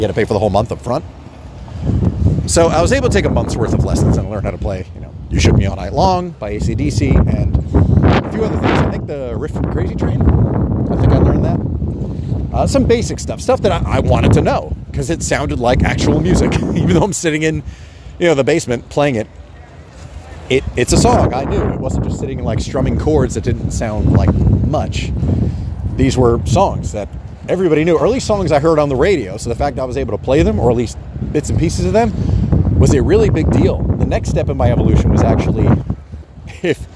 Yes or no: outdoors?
yes